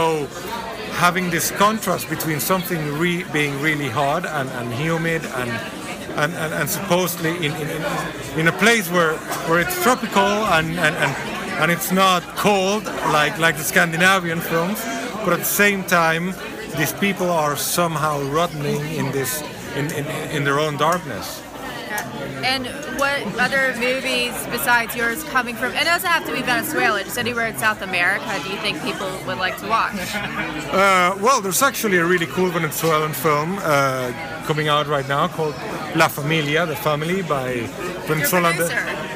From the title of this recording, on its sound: Halloween Red Carpet, 2018 Austin Film Festival